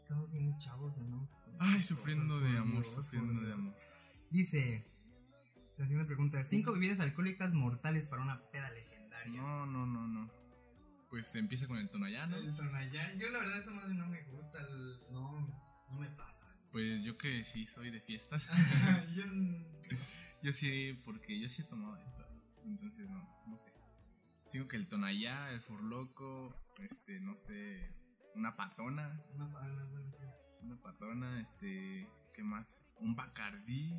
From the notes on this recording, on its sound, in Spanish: Una disculpa por el audio estamos pasando por temas técnicos